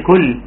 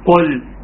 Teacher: قل ثم ضم القاف جيدا، وخد بالك ما تقولوش كاف · Shown in: second take